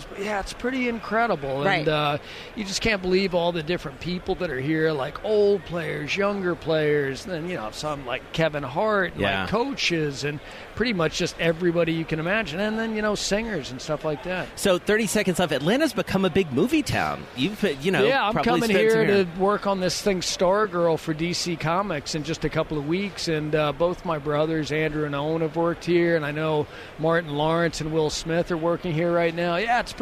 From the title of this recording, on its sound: From Radio Row in Atlanta